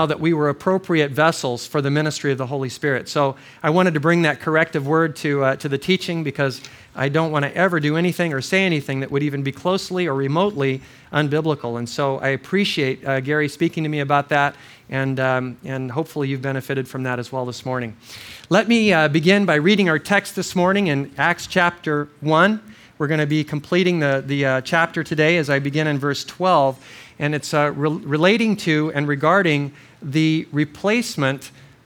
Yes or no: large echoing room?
yes